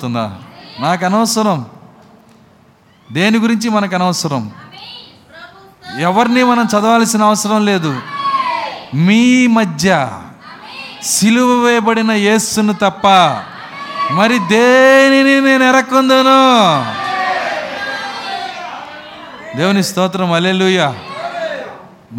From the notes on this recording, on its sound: Live Audio - Communion Service. Tenali. We are broadcasting live services on Wednesdays & Sundays.